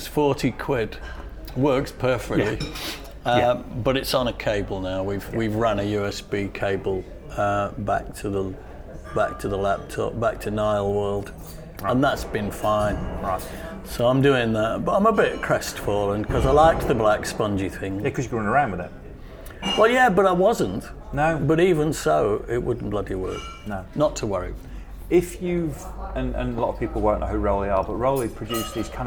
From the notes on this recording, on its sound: Of course when you take your recording studio and plonk it in a crowded restaurant you do place yourself at the mercy of fate, and in this case it was a couple of old friends enjoying an early afternoon tea. By the sounds of their conversation we didn't disrupt them from having a lovely time.